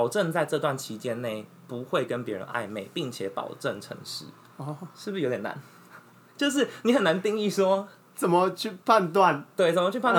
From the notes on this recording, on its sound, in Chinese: 然後第一次錄音 裝置有點技術問題有雜音